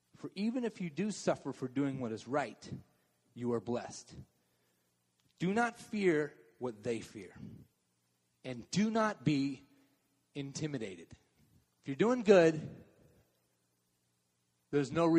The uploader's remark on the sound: Message delivered durinbg the Contemporary Worship service.